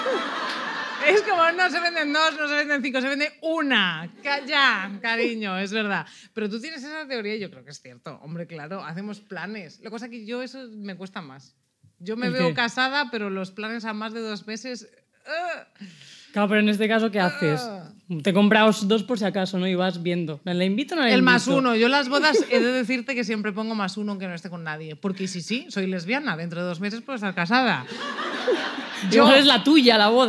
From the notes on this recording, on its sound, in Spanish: arrancamos temporada en directo desde Barcelona